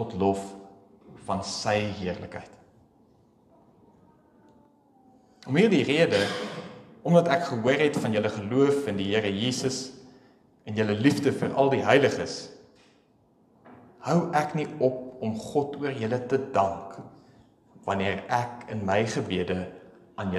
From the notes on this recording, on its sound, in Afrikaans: Opname van die preek by Pinelands Gemeente op 26 November.